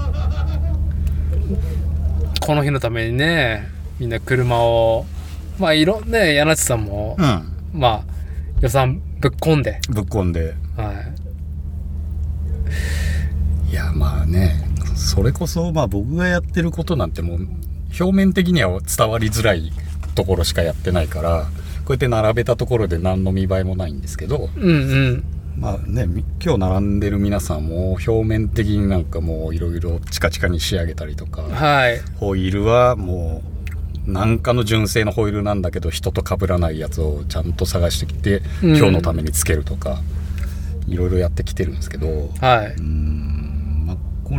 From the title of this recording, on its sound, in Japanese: 屋外収録